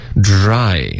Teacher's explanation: 日要震动是浊音阿姨的双元音要滑动的饱满一点